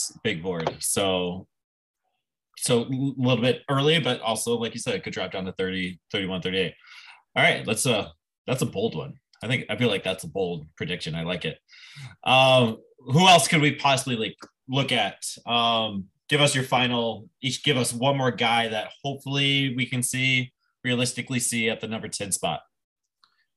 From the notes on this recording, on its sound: Twitter Space recording